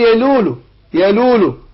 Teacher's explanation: اللام مرققة ومنحرفة حرف منحرف لو لو مش لو لو كده لا يبقى ما تحققش الانحراف